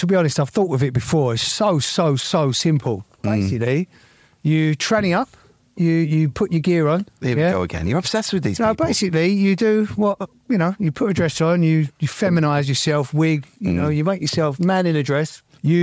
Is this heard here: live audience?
no